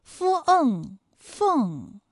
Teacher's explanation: 佛的发音技巧呢，是你要上牙轻触着下唇去发音